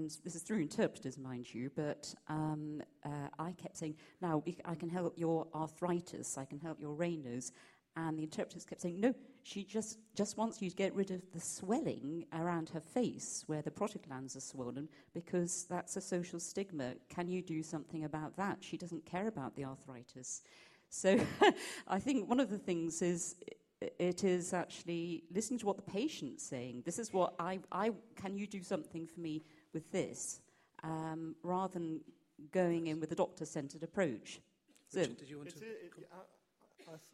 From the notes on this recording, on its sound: Questions from the audience